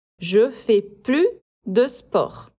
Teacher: a pronúncia é com o U biquinho do francês e o S mudo